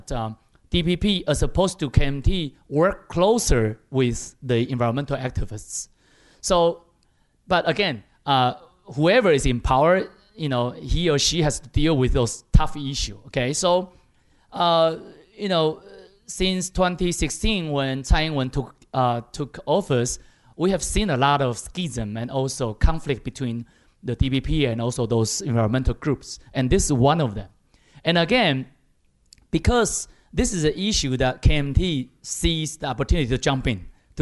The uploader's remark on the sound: A special show recorded live at a forum in Taipei jointly hosted by ICRT and the European Chamber of Commerce Taiwan.